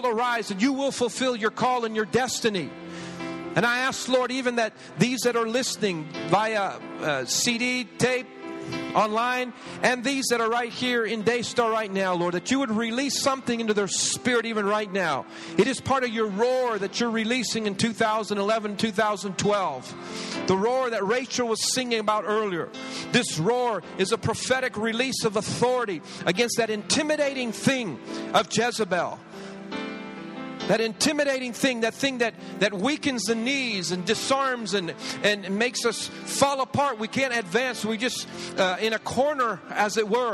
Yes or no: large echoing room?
yes